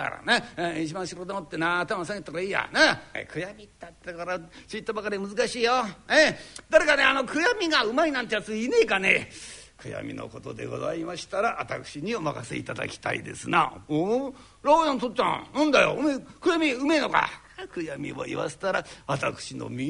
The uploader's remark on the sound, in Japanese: 築地本願寺・ブディストホールにて収録した